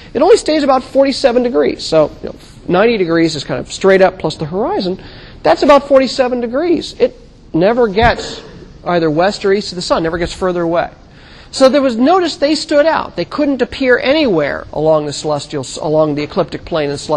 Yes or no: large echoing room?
yes